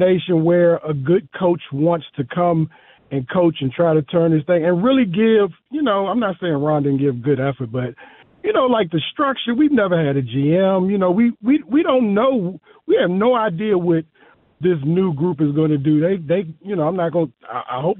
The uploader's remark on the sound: Call lines open up